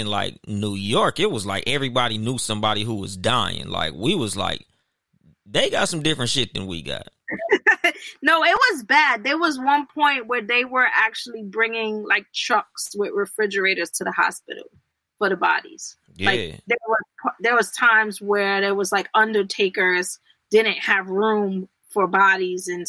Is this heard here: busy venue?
no